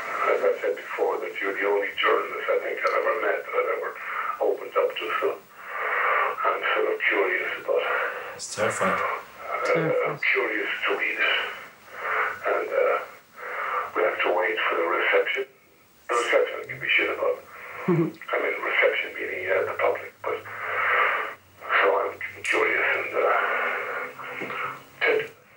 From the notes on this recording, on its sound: During a 2001 phone call.